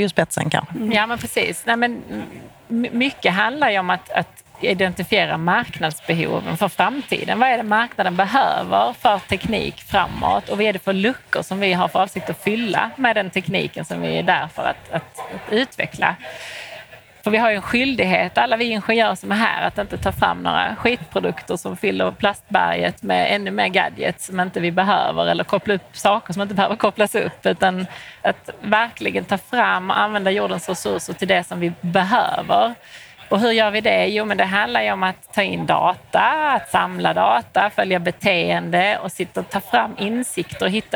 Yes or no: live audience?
yes